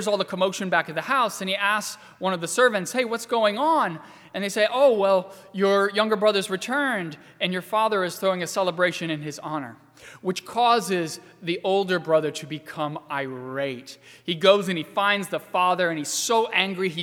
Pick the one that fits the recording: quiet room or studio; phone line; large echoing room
large echoing room